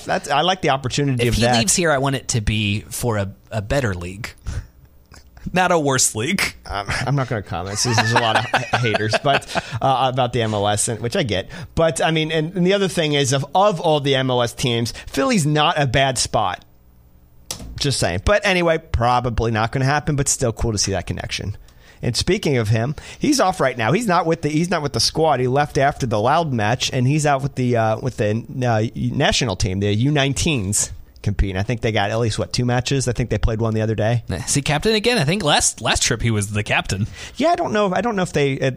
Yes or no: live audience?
no